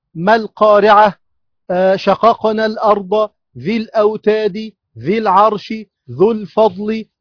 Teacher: يحذف حرف المد وصلا لالتقاء الساكنين الساكن الاول هو حرف المد في نهايه الكلمه الاولى واللام القمريه